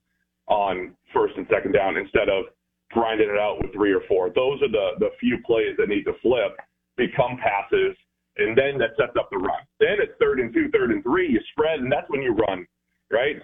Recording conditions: phone line